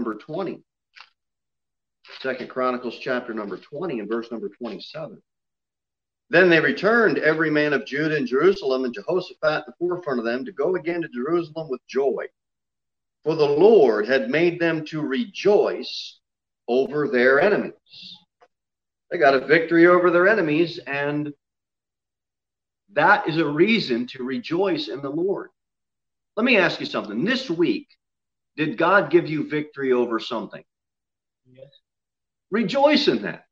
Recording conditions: large echoing room